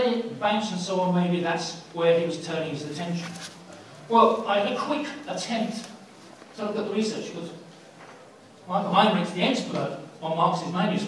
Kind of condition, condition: setting, live audience